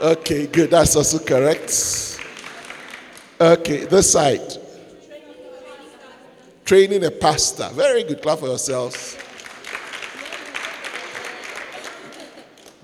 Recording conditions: large echoing room